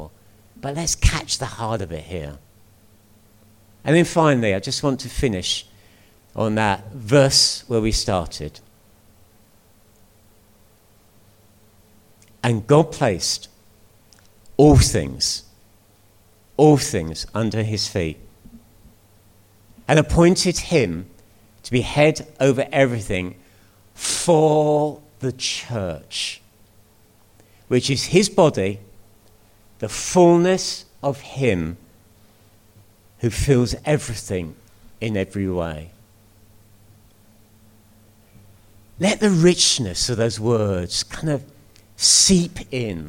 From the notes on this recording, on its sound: At King's Church, Cockermouth, as an audio file.